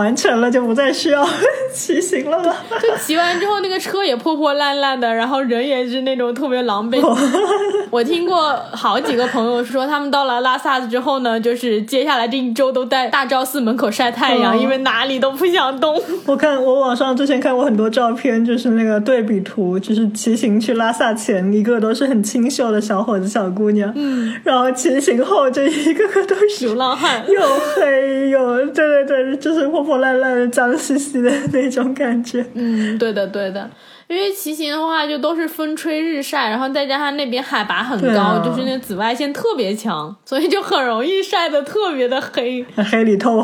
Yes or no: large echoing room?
no